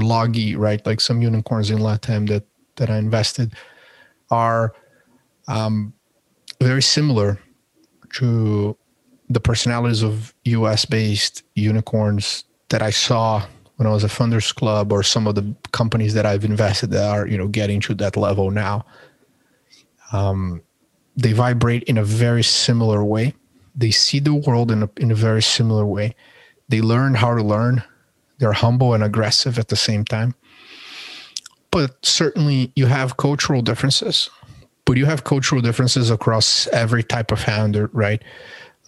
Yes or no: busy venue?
no